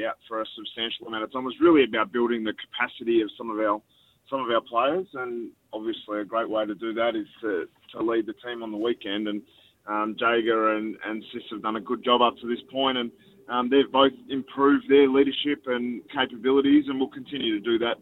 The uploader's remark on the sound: called in to talk